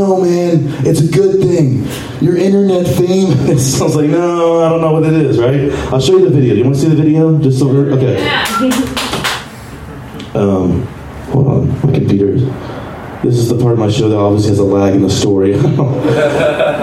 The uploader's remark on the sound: Live from Genuine Joe's